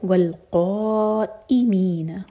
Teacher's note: बाद हमजा पर cut off sound لطائفين اسی طرح والقائمين قا مد متصل چار حرکہ لمبا اور حمزہ پر کٹ آف ساؤنڈ